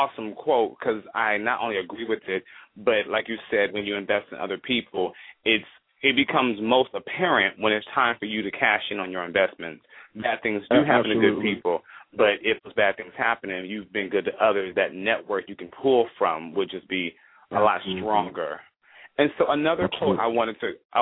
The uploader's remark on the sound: calling in LIVE from Afghanistan